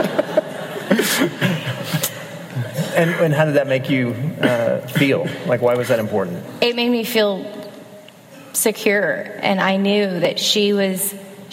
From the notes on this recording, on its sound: in front of a live audience